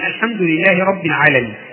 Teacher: السكون الذي على حرف النون في كلمة العالمين هذا سكون عارض، هذا السكون العارض جاء بعد حرف المد وهو الياء